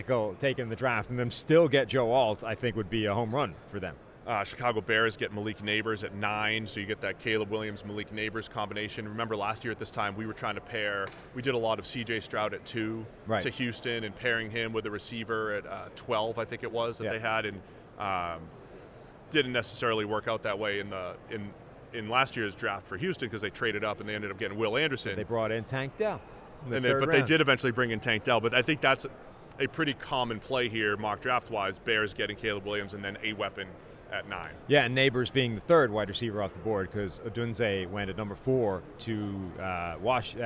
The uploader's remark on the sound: are live from Las Vegas Radio Row